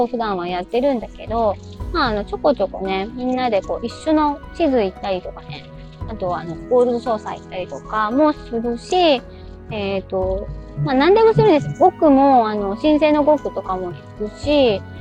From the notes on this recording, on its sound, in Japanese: 音悪。運転中に録音したので、音声悪いです。実験で一人でしゃべってみました。